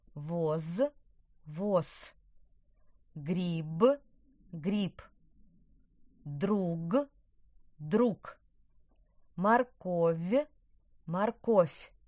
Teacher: Звонкие согласные в конце слова – оглушаются.